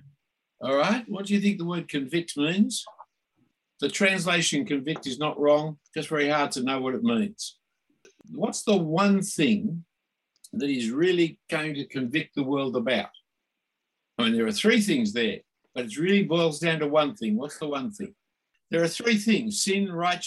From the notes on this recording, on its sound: this term was online via Zoom